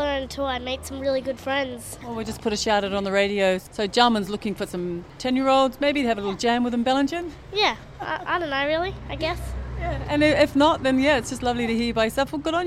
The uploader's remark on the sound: A taste of life on the bustling streets of Bellingen during the 2016 annual Winter music festival as part of a live broadcast between 2 triple B Bellingen and BayFM 99.9 Byron Bay.